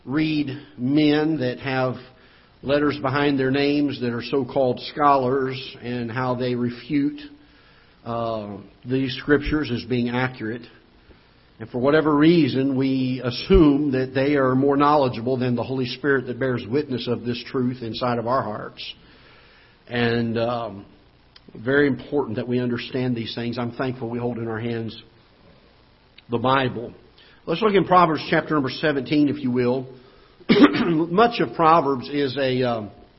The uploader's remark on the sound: Ketha Heights Baptist Church ~ Live Broadcast